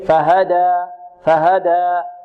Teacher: نمد الألف بمقدار حركتين، فهدى فهدى، لا نقف عليها بهمزة، لا نقول فهدى وإنما فهدى، كذلك غير ممالة أو مقللة، لا نقول فهدى هدى، لا فهدى فهدى.